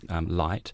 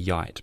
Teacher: your bottom jaw pulls away, the tongue goes with it, creates the y sound · Shown in: second take